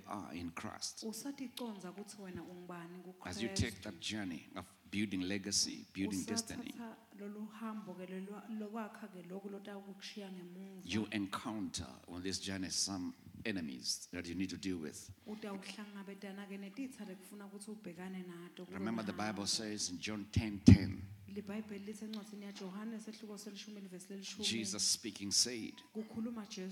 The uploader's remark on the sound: Recorded Live at the Apostolic Hub.